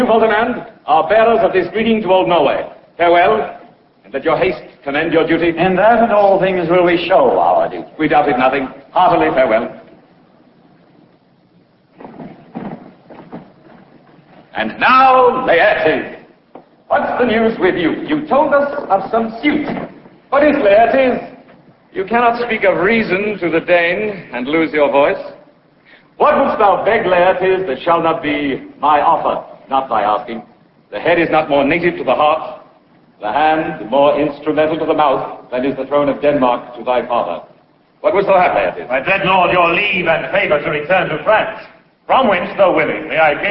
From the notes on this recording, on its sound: It is a live recording of an actual performance on Broadway, not in a recording studio.